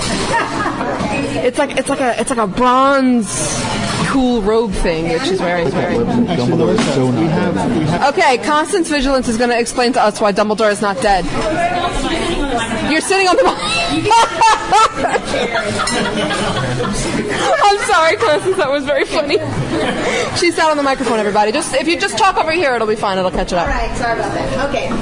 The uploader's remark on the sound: Live from Witch City